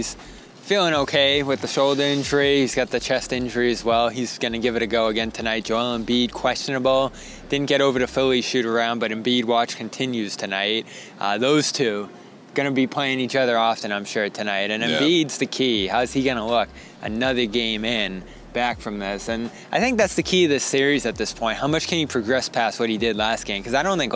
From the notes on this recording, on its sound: Report from Philly. LIVE from Wells Fargo Center in Philadelphia.